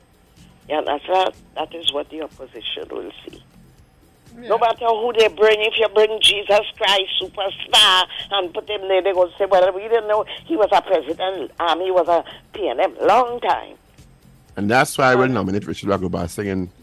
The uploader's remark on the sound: During this hour we take calls from our audience